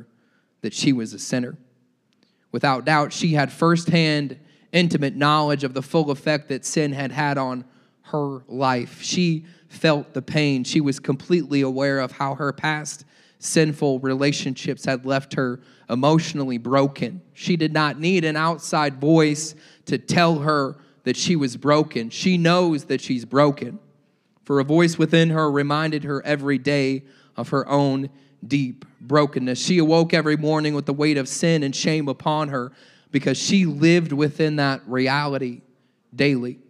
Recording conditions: large echoing room